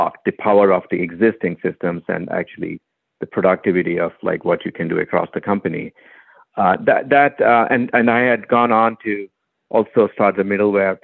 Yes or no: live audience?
no